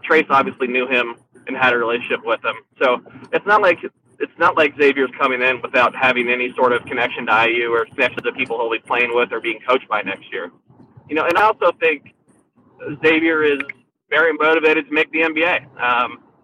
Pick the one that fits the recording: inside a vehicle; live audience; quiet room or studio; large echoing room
inside a vehicle